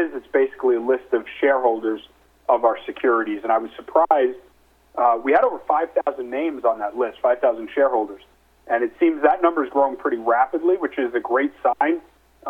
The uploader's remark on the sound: Nightfood Investor Conference Call